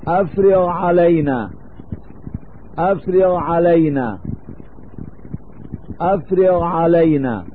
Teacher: ربنا أفرغ علينا صبرا، ربنا أفرغ علينا صبرا، وهما قريبان مخرجا، فإن قرب مخرج الغين من مخرج العين يدعو إلى الإدغام